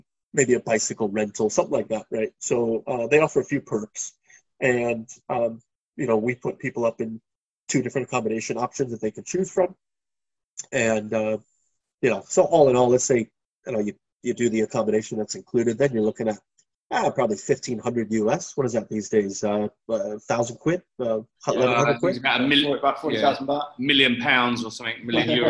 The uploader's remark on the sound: over the wonders of Zoom